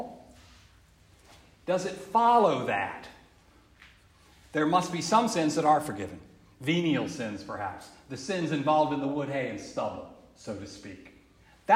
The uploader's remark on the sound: This lecture was given on October 13th 2023. Joseph's in Greenwich Village.